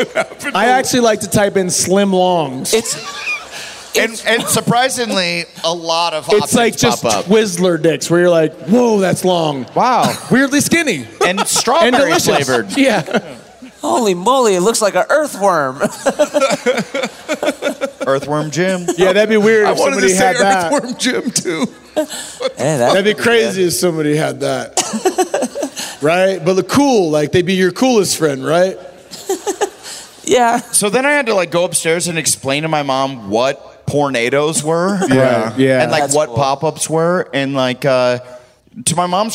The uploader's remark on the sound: Live From Denver